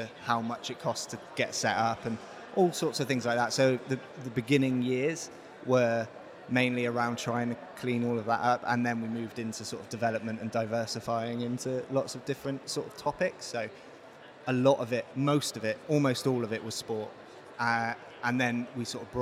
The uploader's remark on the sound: At The Podcast Show in London. Islington's Business Design Centre became the backdrop for Europe's new breakthrough event for the podcasting community. 350+ world-class speakers, 150+ panels and sessions. Podcast Radio was on-site and in-action, chatting to the movers and shakers of the podcasting world.